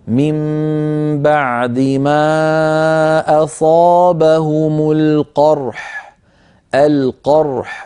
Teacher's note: فنعطي الراء حقها من البينية والحاء حقها من الرخاوة والهمس